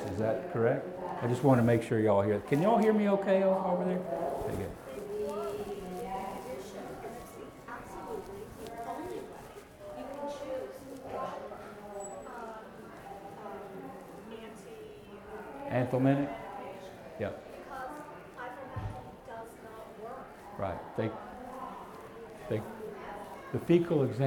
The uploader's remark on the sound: Seminar/Discussion recorded live from the Fall 2017 Equine Affaire in Springfield MA.